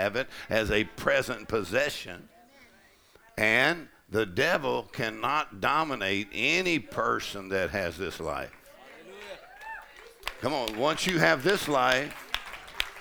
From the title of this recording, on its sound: Faith and Fire Conference: Sunday Morning | 1st Service